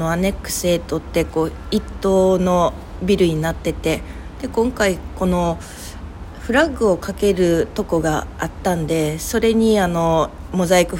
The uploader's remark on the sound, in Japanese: 東京場所は大盛況！雑音等、お聞き苦しい点がございます。